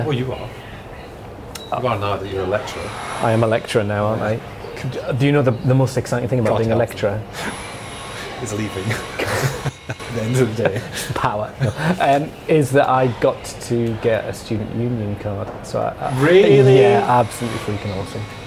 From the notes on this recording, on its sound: It was recorded in a pub yard next to a building site, we sat in the cold crisp shade under blue skies and chatted. It was rather pleasant, but noisy!